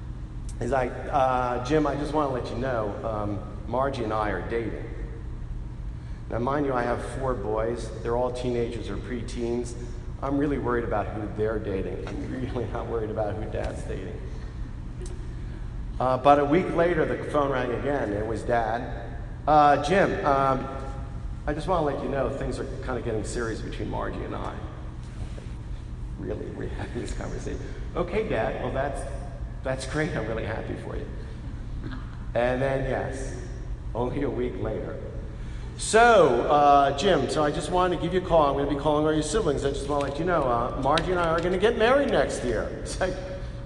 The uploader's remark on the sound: Today, friends and family gathered together as we celebrated her life with a Mass of Resurrection at St. Paul Church in Princeton NJ.